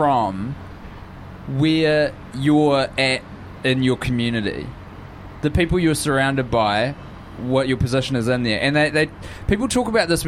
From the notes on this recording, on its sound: The boiz are together in Melbourne and recording on a balcony 34 floors in the air.